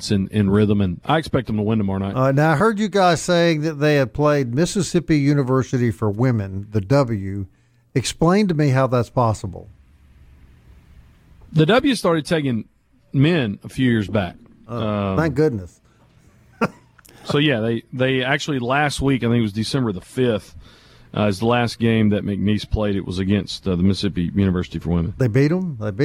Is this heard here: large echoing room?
no